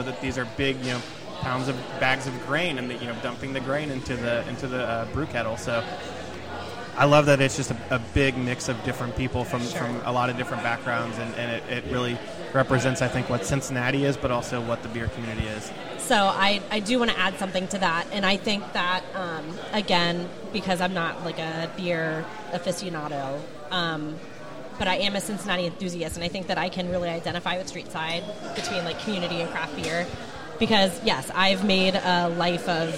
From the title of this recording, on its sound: Live at Streetside